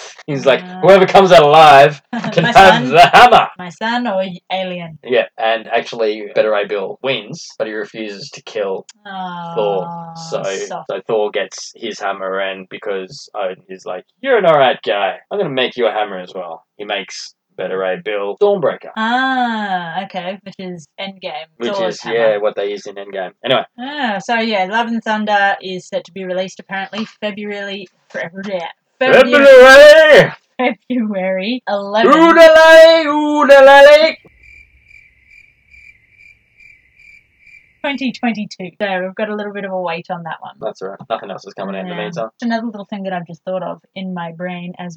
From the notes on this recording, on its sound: We apologise for the sound quality in this recording we are still learning and getting things right....